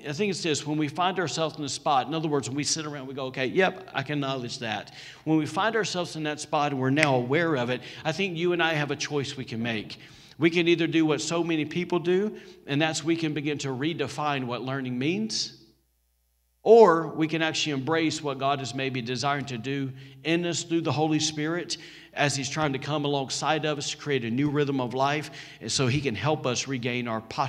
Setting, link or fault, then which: setting, large echoing room